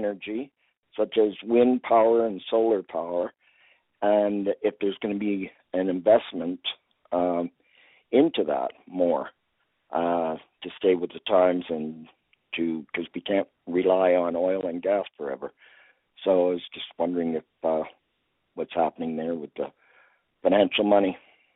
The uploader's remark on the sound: Budget 2024 Telephone Town Hall, Northern Alberta. Northern Alberta Telephone Town Hall to discuss Albertans' priorities for Budget 2024.